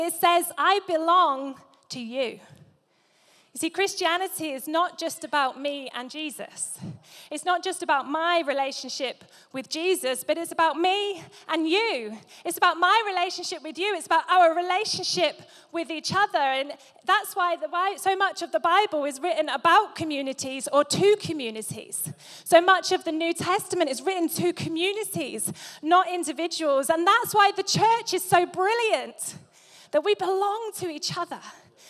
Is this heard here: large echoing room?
yes